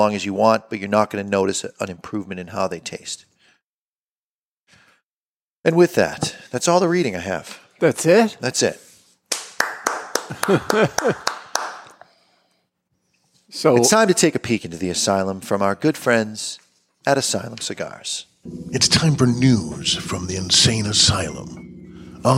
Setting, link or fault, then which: setting, live audience